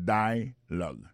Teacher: nous a remarqué que l'accent tonique là tombé sous premier syllabe là